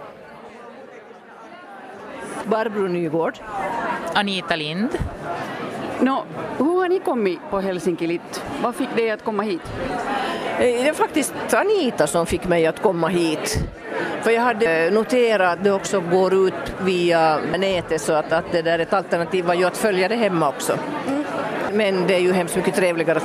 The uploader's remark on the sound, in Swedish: Bokmagasinet besöker litteraturfestivalen Helsinki LitFest.